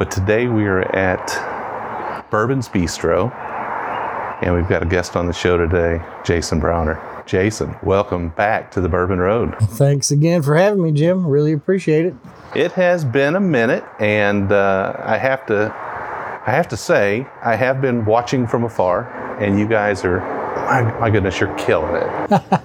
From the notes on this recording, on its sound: while enjoying the outside dining area at Bourbon's Bistro in Louisville